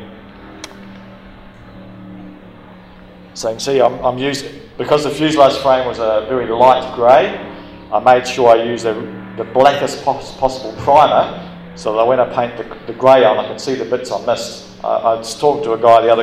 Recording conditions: live audience